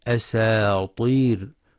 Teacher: ينتبه لترقيق السين ولتفخيم الطاء في أساطير، فلا يقرأ أساطير بتفخيم السين لمجاورتها الطاء أو بترقيق الطاء أساطير.